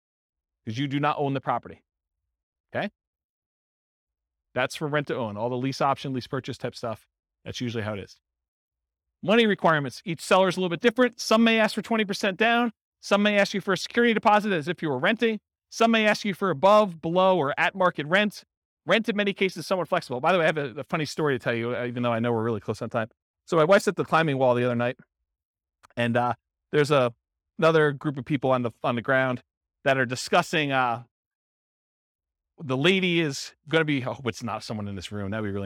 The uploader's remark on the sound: This was a live class recorded in Fort Collins